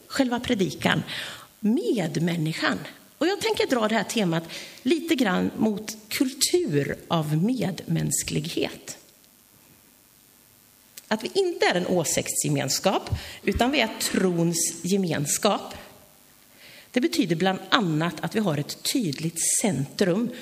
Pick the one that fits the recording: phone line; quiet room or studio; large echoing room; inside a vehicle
large echoing room